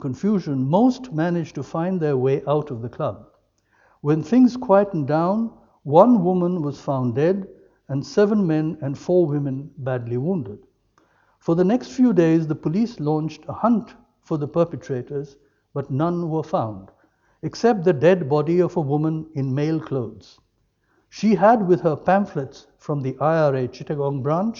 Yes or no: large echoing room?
yes